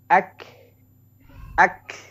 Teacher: Jadi kalau kaf kita alirkan nafasnya. Ak ak ya, kita tempelkan tangan di depan mulut supaya bisa merasakan ada udara nggak yang keluar.